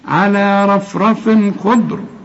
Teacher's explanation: التنوين ده اللي بعده خاء ما تغنش، الخاء من حروف الإظهار